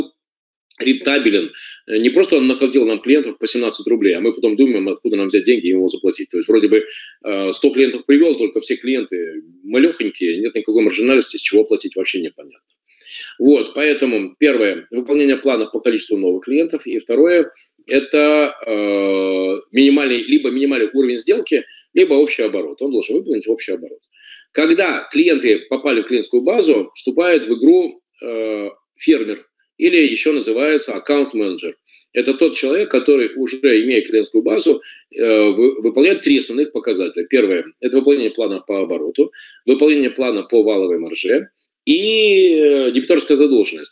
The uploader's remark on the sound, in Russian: Запись вебинара